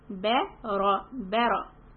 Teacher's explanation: The ra is heavy, ba is soft